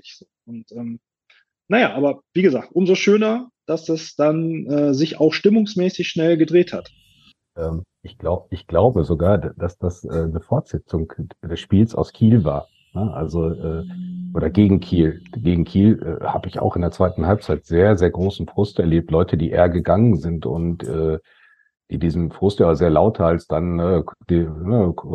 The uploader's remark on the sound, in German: den Live-Zuschauern in unserem Zoom-Raum entwickelte sich eine schöne Diskussion